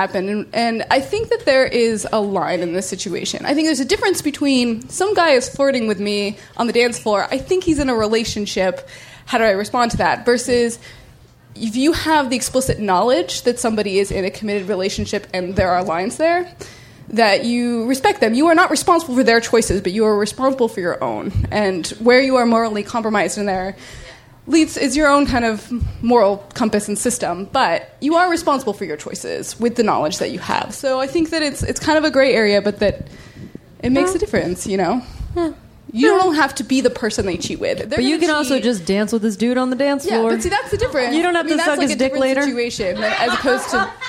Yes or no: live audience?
yes